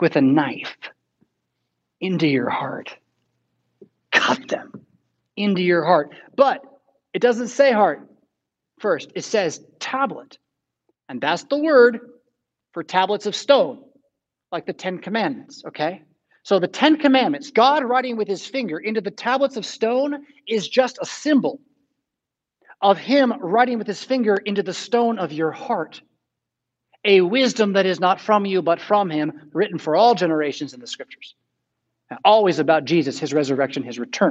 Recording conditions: large echoing room